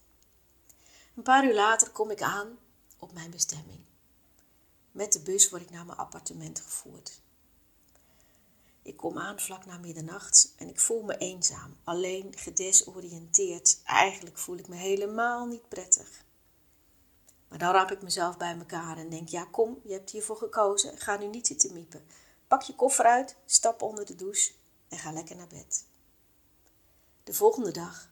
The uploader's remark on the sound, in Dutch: Deze aflevering heb ik spontaan opgenomen met mijn mobiel, zonder pop filter. En ja, dat hoor je (een beetje).